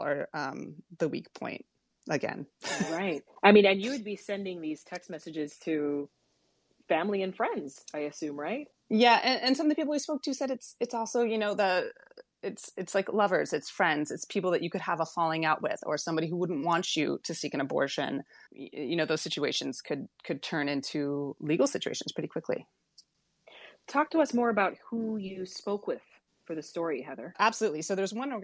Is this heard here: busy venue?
no